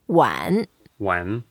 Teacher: It's a third tone, so we go down and then up.